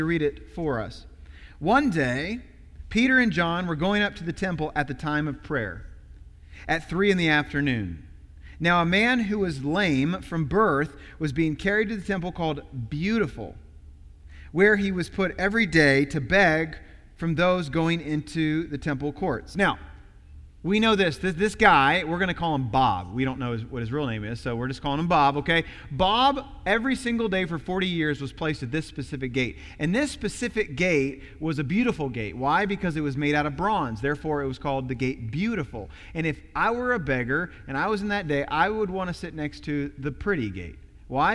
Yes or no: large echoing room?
yes